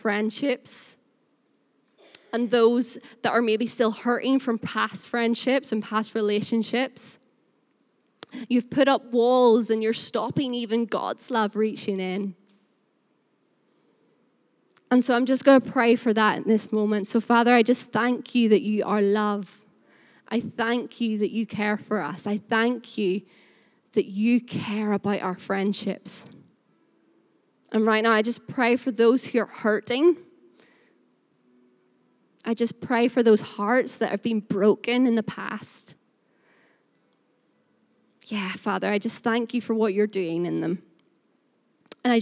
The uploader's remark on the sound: Recorded live at Life Church Lancashire 21st February 2021.